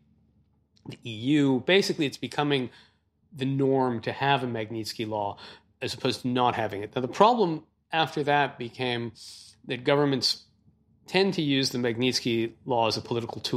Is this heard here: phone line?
no